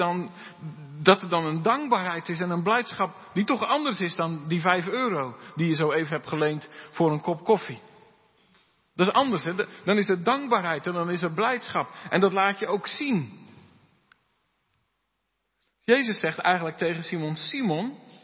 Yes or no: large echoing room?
yes